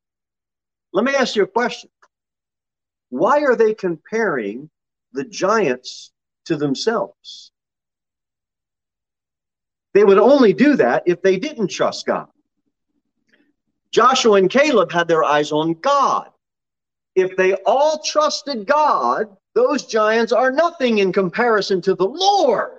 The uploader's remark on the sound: Sermon delivered at Pilgrim Baptist Church on Thursday, July 28, 2022 at 6:15 pm.